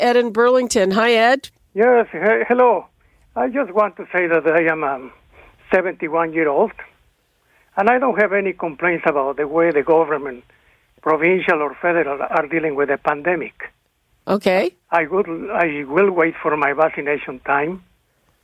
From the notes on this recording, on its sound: Listeners call